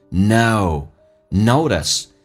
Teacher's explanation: O 这个发音发得饱满一点，先发 E 再发 U,嘴巴轻轻的往下有一个舀水的一个过程